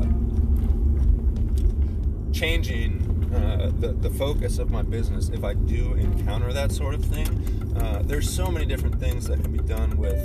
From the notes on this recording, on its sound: SORRY ABOUT THE DAMN BUZZING SOUND, I THINK IT WAS A GLASS IN THE CUP HOLDER NEXT TO MY PHONE WHILE I WAS RECORDING